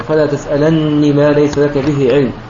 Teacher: فروى ورش وحده بإثبات الياء مع تشديد النون مكسورة